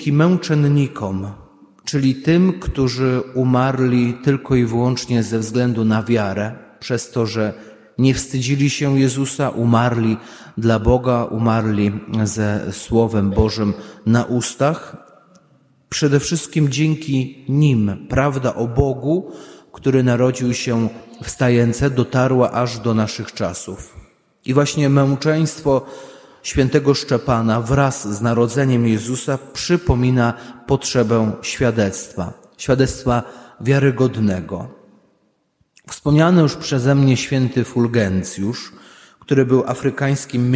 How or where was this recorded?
large echoing room